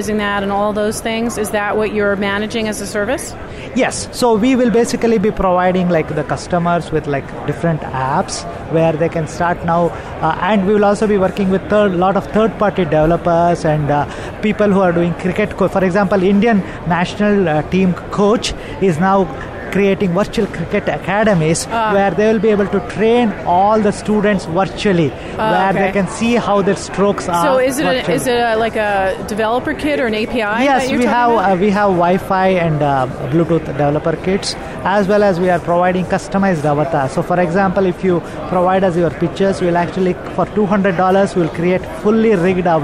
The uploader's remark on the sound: Live From The Show Floor of AWE2018.